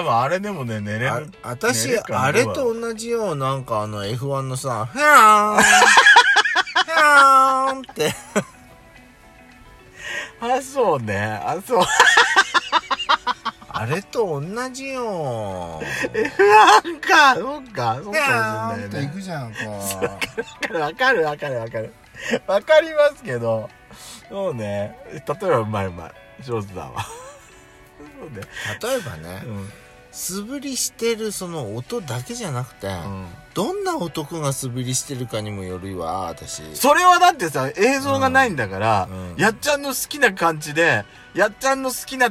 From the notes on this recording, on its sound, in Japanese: パーキング収録